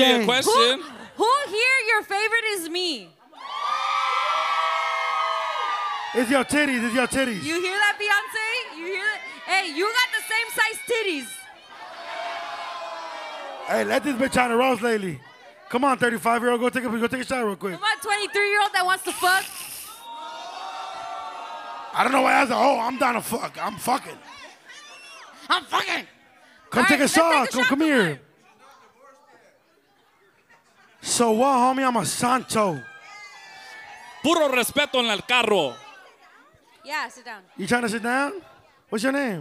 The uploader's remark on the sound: Pop Up Live Show.